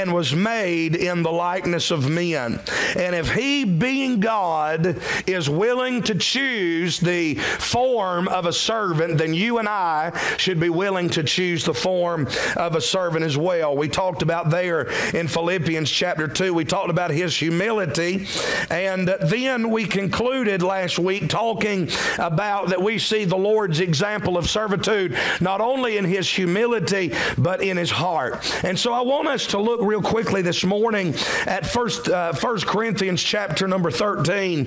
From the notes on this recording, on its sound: during the 11AM service October 8, 2023